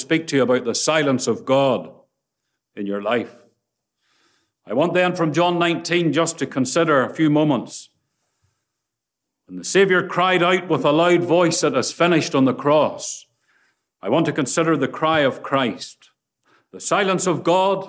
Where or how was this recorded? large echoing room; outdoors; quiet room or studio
large echoing room